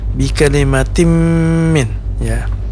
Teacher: ada kasratain bertemu dengan huruf mim, ini namanya idgham bi gunnah, panjangnya 4 harakat